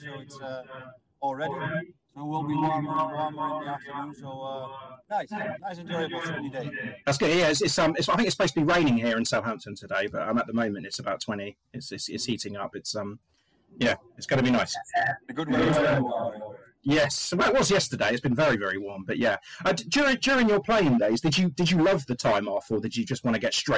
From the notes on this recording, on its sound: The audio is very poor. Had issues whilst recording but it does pick up.